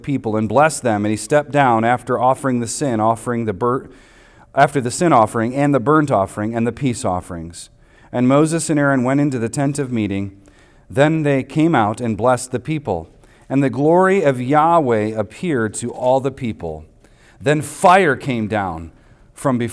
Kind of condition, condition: setting, large echoing room